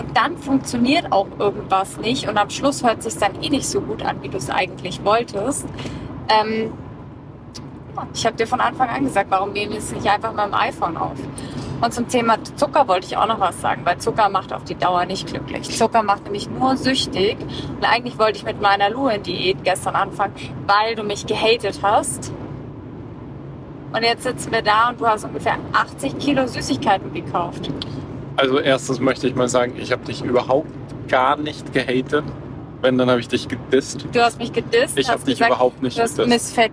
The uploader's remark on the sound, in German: Vom Rode-Mikro zur Iphone Sprachmemo auf der Autobahn. Nehmt Platz auf unserer Autorückbank und begleitet uns auf der A9 spät nachts irgendwo zwischen München und Berlin.